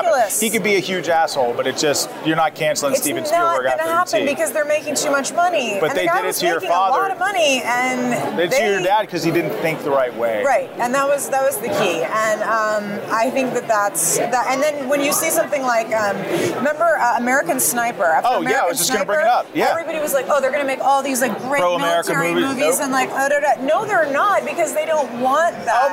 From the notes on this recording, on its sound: Battleground LIVE from CPAC.